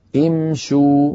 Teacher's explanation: بهمزة مكسورة، ولا تغرنا الضمة التي على الشين، لأننا نرى في السطر الأخير من هذه اللوحة قد كتب يبدأ بهذه الأفعال بهمزة وصل مكسورة.